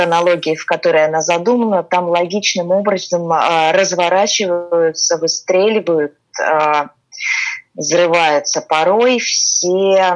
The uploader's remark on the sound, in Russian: Мы записывали этот выпуск удаленно и просим прощения за возможные звуковые помехи!